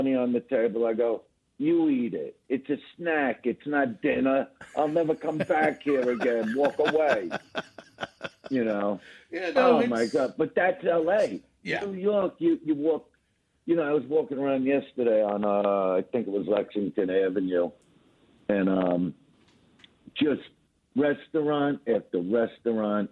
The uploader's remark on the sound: so we got him on the phone